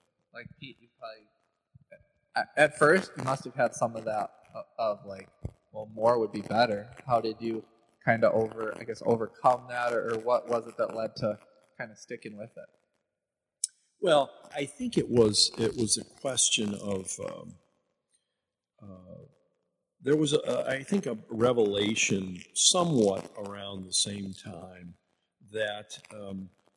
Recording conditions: distortion